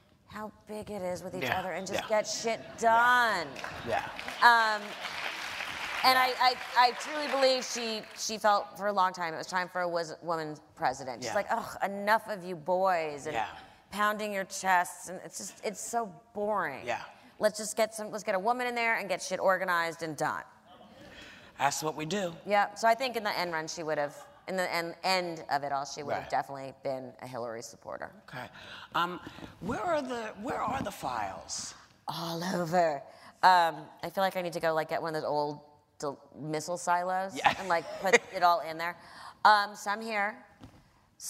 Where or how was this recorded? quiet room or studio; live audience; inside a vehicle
live audience